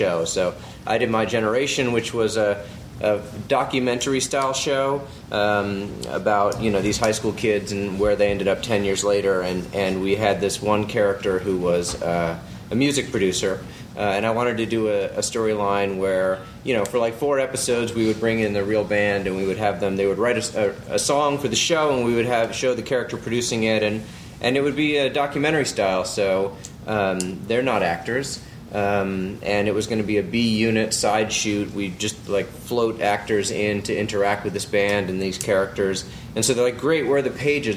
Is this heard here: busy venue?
yes